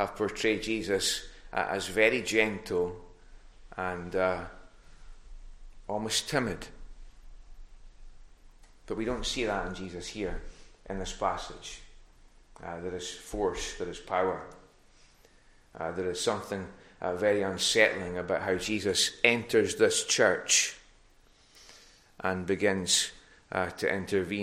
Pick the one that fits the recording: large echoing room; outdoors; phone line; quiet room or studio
large echoing room